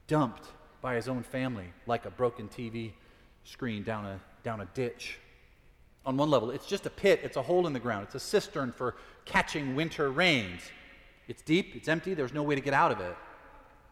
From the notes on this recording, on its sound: Preached at Fourth Presbyterian Church.